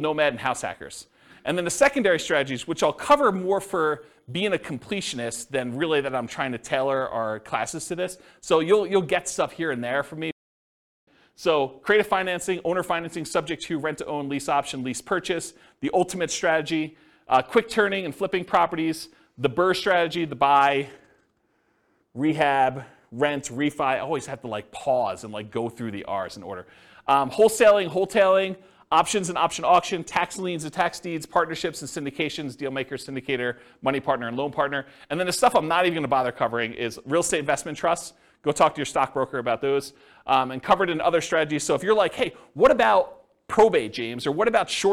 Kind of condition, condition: setting, live audience